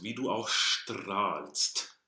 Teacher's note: One of the things that we get in German is that an S before a T becomes... Sch.